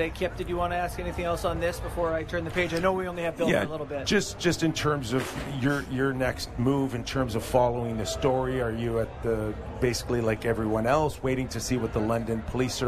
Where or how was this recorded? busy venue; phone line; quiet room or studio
busy venue